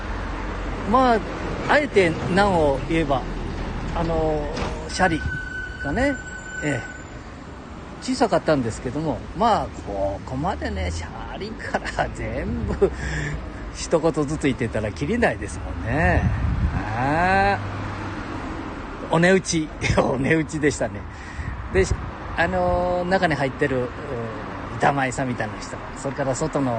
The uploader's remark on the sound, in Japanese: 街さんぽ LIVE